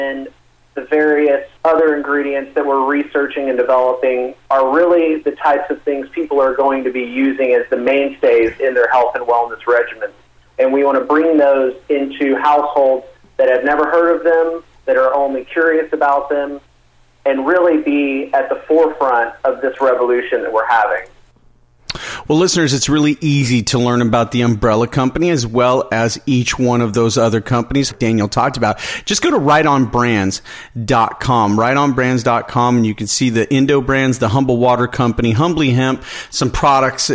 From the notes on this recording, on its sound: called in to SmallCapVoice.